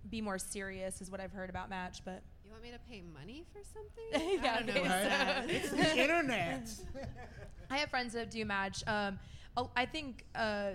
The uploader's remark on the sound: Live from Collide ATX.